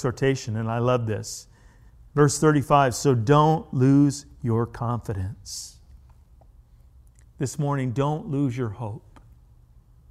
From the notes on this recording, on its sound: The original message was delivered at The Warehouse Church in Astatula, Florida on December 2, 2019.